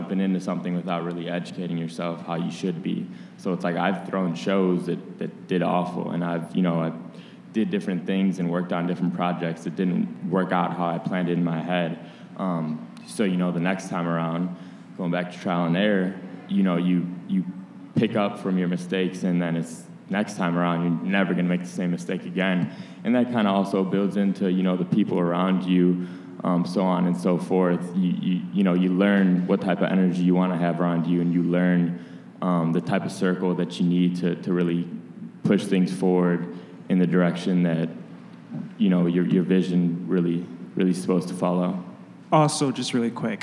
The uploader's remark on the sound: In a live panel recorded at Chicago Athletic Association Hotel, four of Chicago's premier creatives share their strategies for creating content that connects.